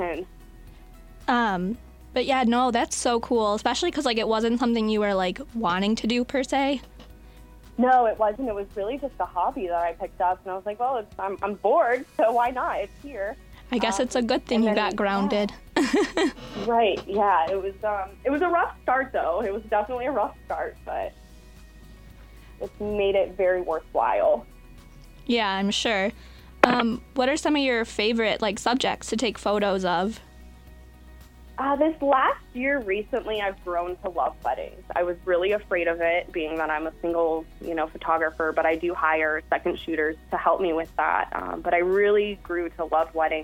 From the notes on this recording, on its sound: joined on the phone